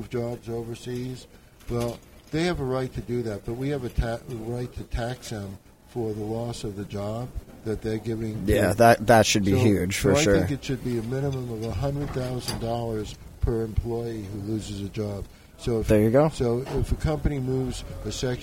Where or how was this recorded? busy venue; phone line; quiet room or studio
busy venue